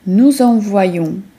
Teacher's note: Mamy tu liaison między nous i czasownikiem oraz dwie różne samogłoski nosowe w czasowniku. Najpierw otwarte on, a na końcu zamknięte on.